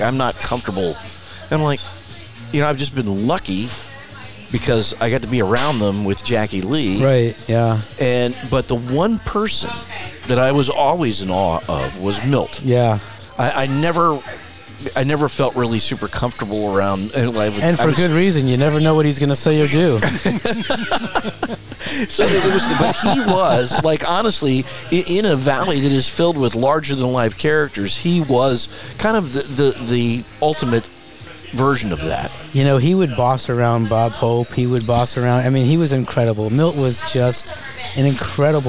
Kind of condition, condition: setting, busy venue